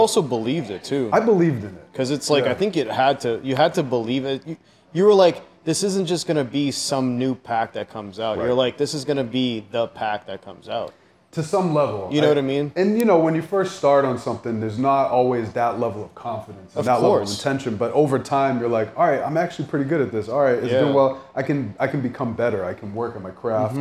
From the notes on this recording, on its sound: This episode was recorded at Union Coffee in Milford, NH.